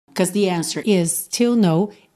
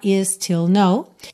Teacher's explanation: is still você junta num S só